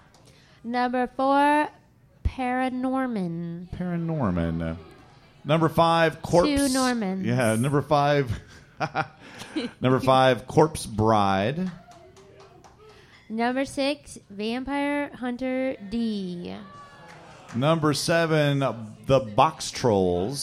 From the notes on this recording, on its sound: Live from the Skylark Cafe!